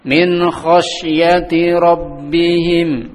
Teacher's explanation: Kha tetap dibaca, dia tebal, ada huruf tebalnya kha. Khos. Kha. · Term: idhar pada huruf kha